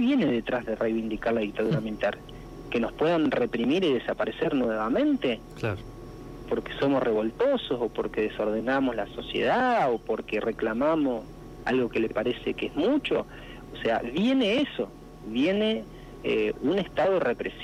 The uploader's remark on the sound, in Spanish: Tuvimos una charla telefónica